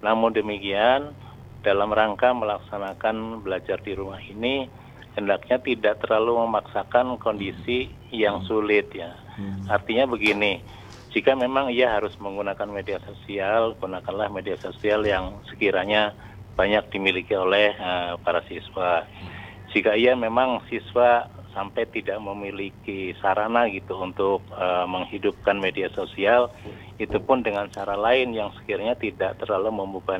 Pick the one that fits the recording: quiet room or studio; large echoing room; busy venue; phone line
phone line